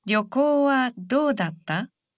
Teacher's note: It's a question, so say this sentence with a rising intonation.